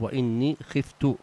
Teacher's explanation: والصواب وإني خفت بضم التاء تاء المتكلم